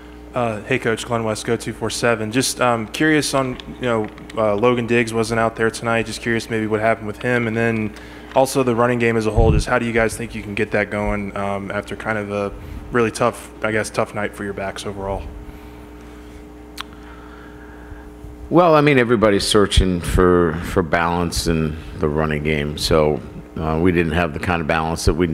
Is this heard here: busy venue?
yes